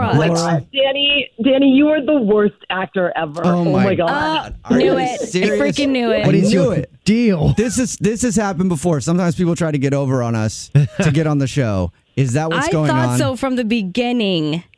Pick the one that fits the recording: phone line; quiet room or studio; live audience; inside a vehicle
phone line